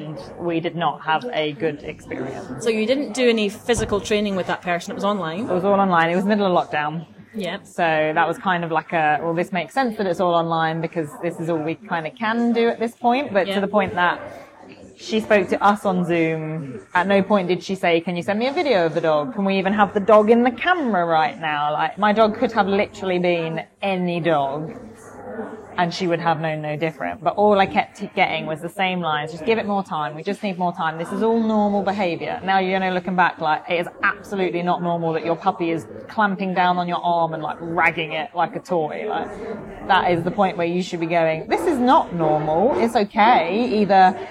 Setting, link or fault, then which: setting, busy venue